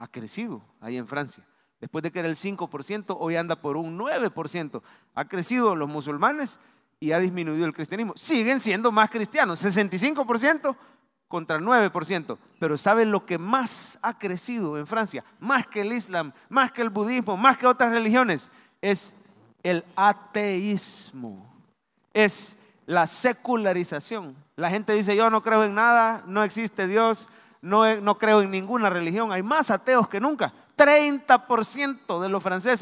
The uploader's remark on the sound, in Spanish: Mensaje predicado en vivo desde el Centro Familiar de Adoración CEFADCHURCH